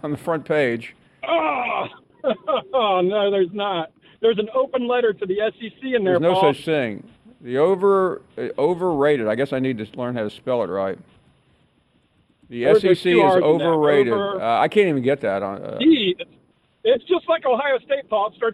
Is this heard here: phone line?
yes